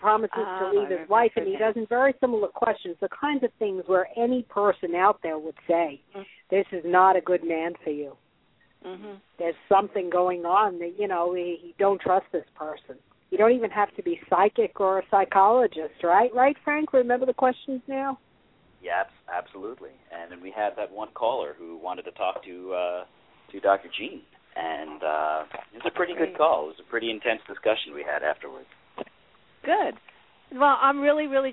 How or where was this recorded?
phone line